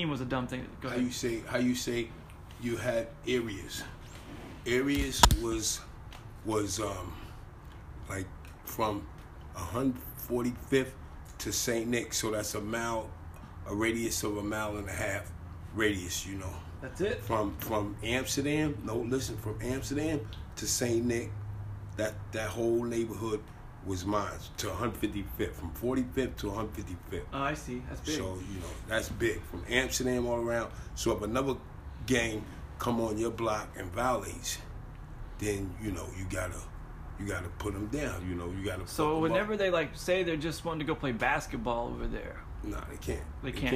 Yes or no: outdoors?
yes